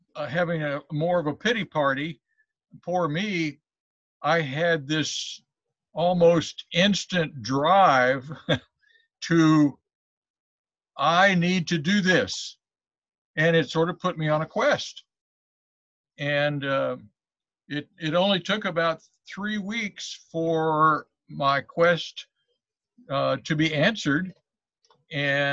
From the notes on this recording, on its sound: This podcast was recorded via zoom